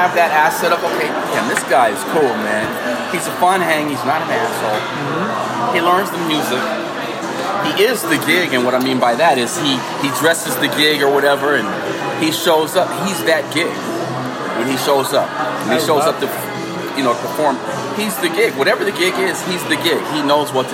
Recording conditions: background noise